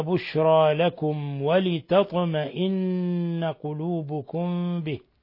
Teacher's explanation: ميم ساكنة جاء بعدها الواو، الحكم التجويدي إظهار شفوي